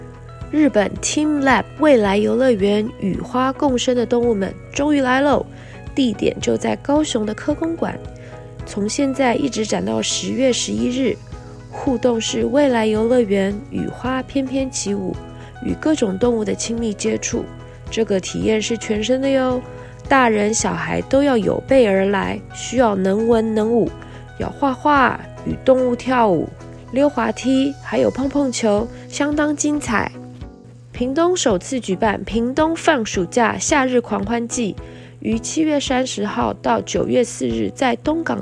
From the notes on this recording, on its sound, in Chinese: 將於7月30日至9月4日在東港大鵬灣國際休閒特區登場。現場直擊，我們來聽聽看現場遊客的心聲。